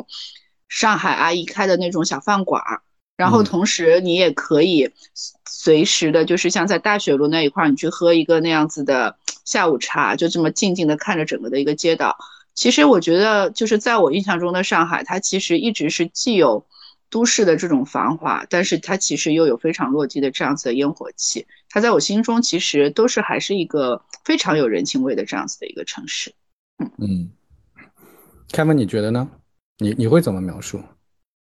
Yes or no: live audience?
no